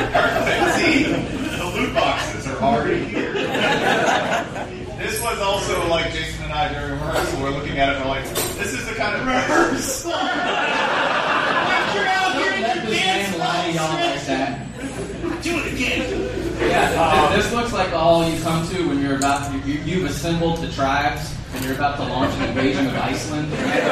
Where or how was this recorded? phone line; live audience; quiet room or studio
live audience